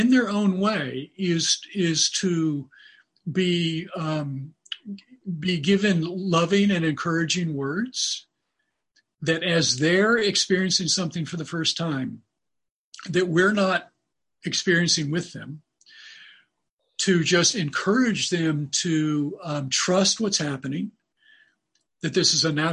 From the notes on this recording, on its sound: In a forum held by the MRO’s Diamond Net initiative. With 98 people joining from their personal quarantines over Zoom. The full 90 minute recording of the Zoom session.